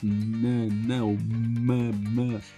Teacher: a gente prende o ar na boca, mas o ar que a gente tá prendendo na boca, enquanto a gente não solta, ele tá saindo pelo nariz. · Term: consoantes nasais